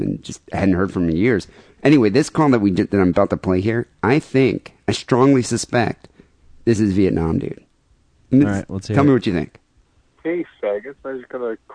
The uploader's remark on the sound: Phone calls and listener email.